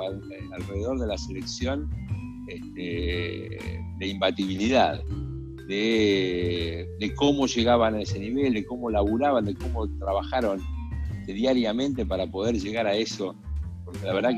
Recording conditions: video call